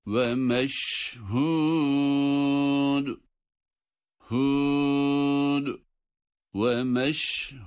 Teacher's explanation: Yine dal harfiyle duruyoruz ve kalkale yapıyoruz. Bu dal harfini cezimli okuduğumuz için.